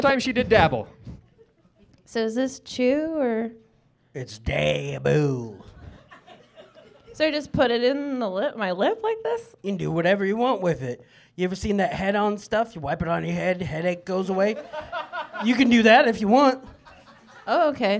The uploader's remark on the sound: Live show recorded at Stampede Bar and Grill in Prairie City, Iowa.